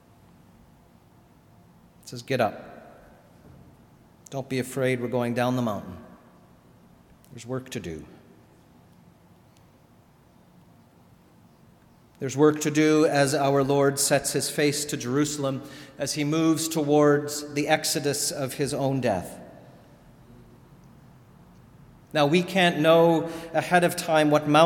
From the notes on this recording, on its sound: Sermon delivered at All Saints Kingsway